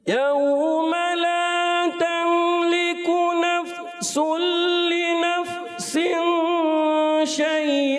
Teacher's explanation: जब आप पढ़ेंगे नफ्सुल नफ्सिन इख्फा का गुन्ना और शैउ इदगाम का गुन्ना, तो यहाँ ये दो गुन्ने अदा करने और फिर आपने पूरा पढ़ना है, तो कोशिश करें।